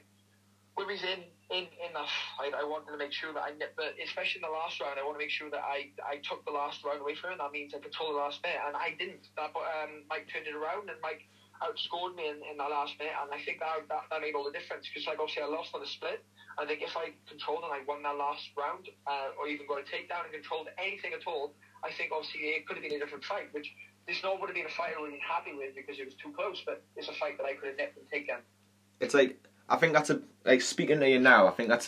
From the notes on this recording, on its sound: via phone call